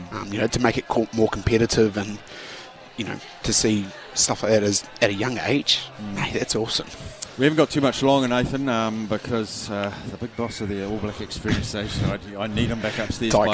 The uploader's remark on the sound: LIVE from Andy's Burgers & Bar